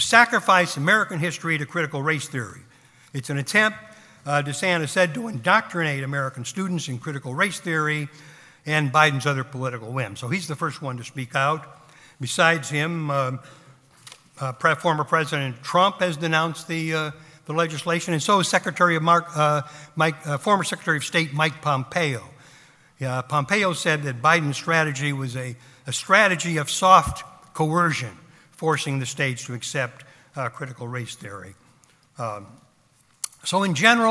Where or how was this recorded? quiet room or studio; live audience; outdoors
live audience